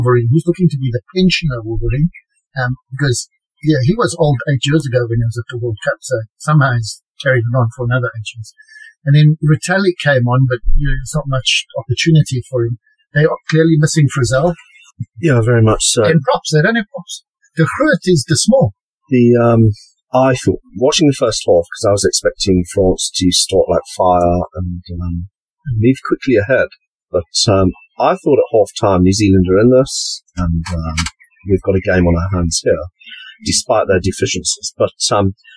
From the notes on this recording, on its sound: DISCLAIMER ALERT : POOR AUDIO QUALITY